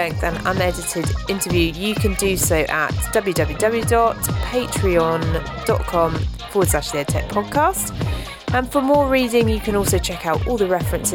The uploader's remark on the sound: This episode was largely recorded at the recent Digifest event run by Jisc.